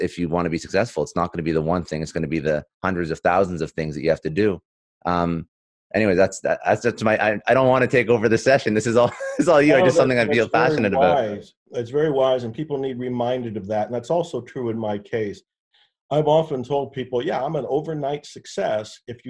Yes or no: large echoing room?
no